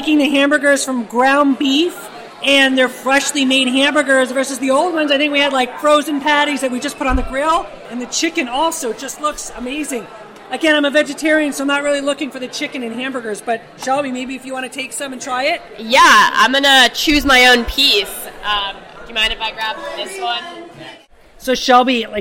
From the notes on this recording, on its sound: Live from Barbecue! One of Berkeley Hillel's main weekly events: Barbecue!